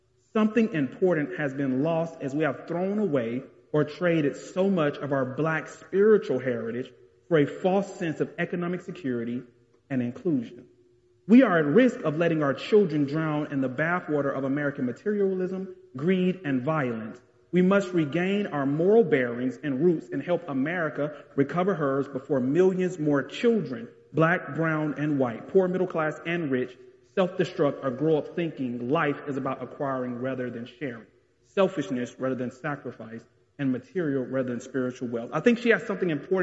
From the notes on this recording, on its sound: This message was delivered in January 2022 at the historic Bethel Baptist Church Collegeville.